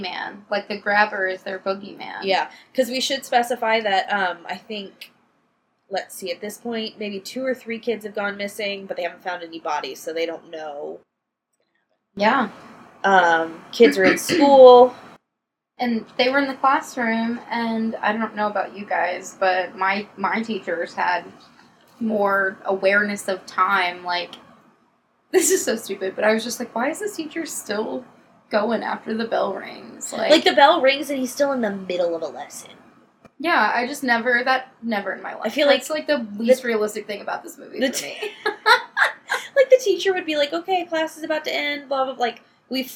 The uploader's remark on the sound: This first episode doesn't have the best audio but we'll be upgrading our equipment asap!